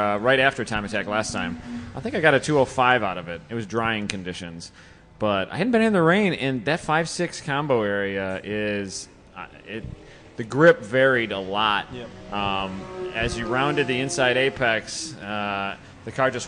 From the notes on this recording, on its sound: rainy day coverage at #Gridlife Special Stage at Gingerman Raceway